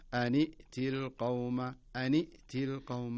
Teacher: فإذا التقى الساكنين نكسر نكسر الساكن الأول. تصير النون بدل ما هي سكون كسرة. أن ائتي ولا نقول أن ائتي.